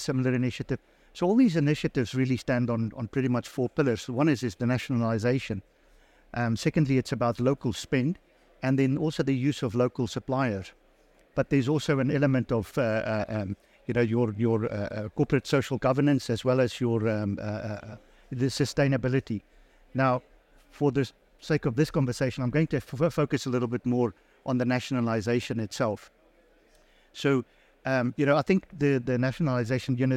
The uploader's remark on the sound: Recorded live at ADIPEC 2023